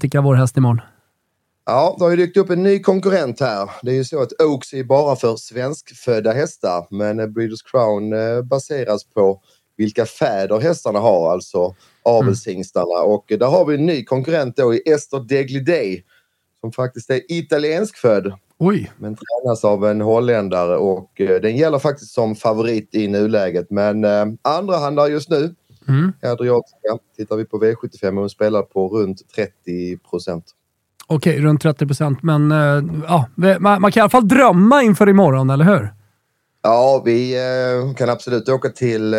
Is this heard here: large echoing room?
no